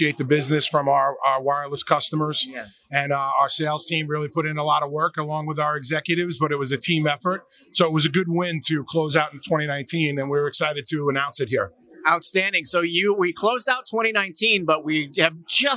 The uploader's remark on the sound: Live from Metro Connect 2020